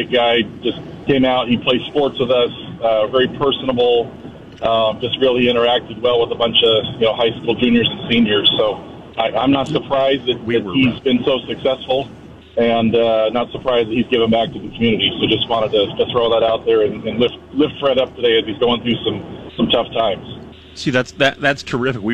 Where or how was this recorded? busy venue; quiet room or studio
busy venue